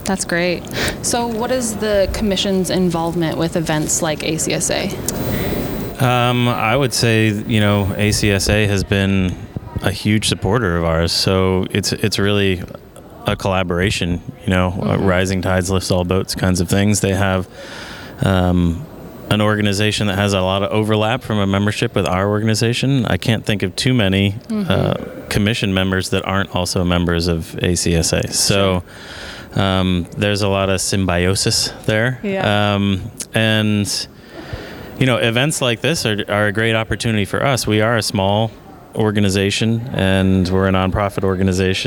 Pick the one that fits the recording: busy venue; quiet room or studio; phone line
busy venue